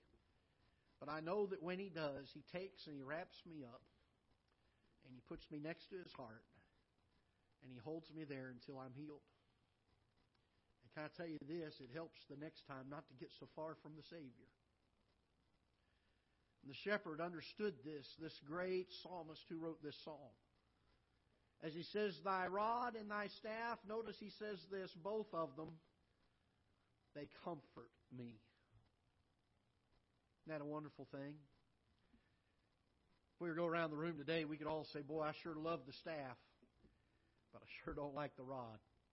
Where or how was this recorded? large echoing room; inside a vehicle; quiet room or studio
large echoing room